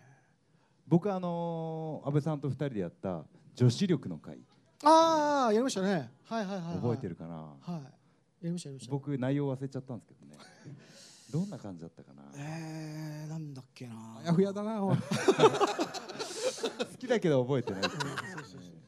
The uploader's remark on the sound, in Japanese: アニメイト新宿（地下2階アニメイトホール）にて行われた初の公開収録からお届け！序盤、若干の緊張感が漂いつつも、徐々に“いつもの感じ”のトークが展開。